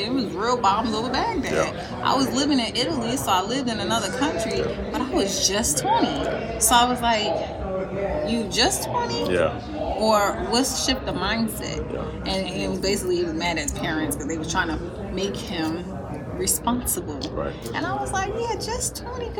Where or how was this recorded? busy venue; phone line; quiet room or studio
busy venue